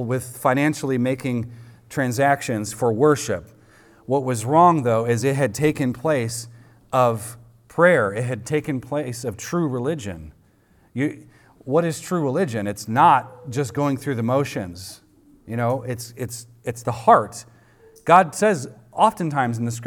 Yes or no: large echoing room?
yes